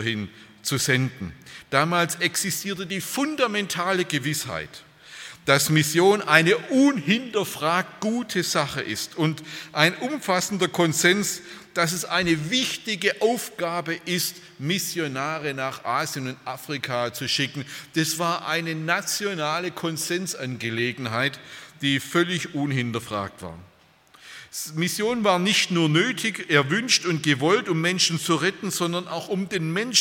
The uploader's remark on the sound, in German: beim Freundestreffen der Liebenzeller Mission